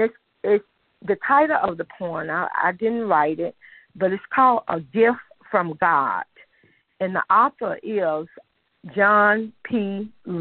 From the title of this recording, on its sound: Conference Call